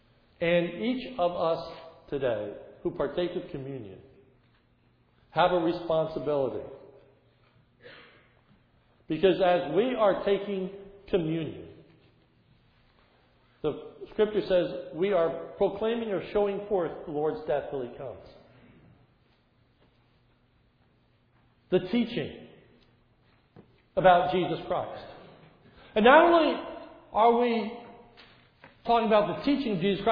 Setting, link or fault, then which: setting, large echoing room